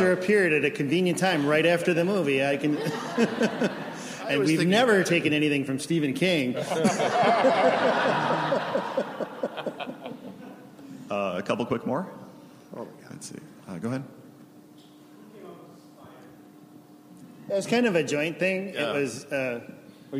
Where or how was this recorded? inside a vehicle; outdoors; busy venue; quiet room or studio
busy venue